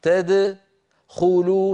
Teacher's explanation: ضم الدال بالإضافة إلى ضمه للخاء، هذا لا يصح، لابد أن نقلقل الدال هكذا تدخلوا ثم نضم من أجل الخاء تدخلوا تدخلوا، ولا نقول البتة تدخلوا.